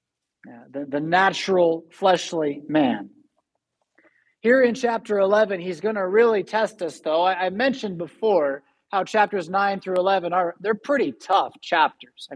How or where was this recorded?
large echoing room